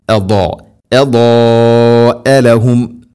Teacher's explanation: പ്രത്യേകം ശ്രദ്ധിക്കണം. ഇവിടെ നാവിൻ്റെ ഏതെങ്കിലും ഒരു സൈഡ് അണപ്പല്ലുകളോട് ചേർന്ന് കൃത്യമായി അതിനെ കനപ്പിച്ച് ഉച്ചരിക്കണം. · Term: ദാദ്